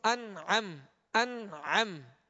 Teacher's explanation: عین کو وسط حلق سے ادا کرنا ہے